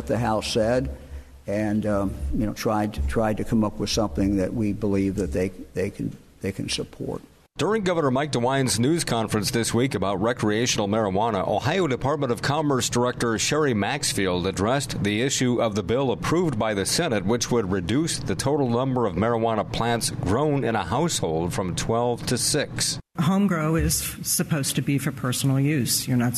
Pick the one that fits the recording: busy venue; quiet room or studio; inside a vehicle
busy venue